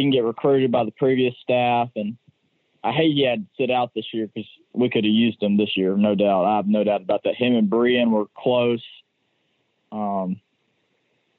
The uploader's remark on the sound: on the Modern Woodmen phone line